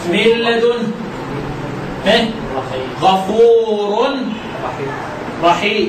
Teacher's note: الادغام بلا غنة او بغير غنة عند اللام والراء · Term: ادغام بغير غنة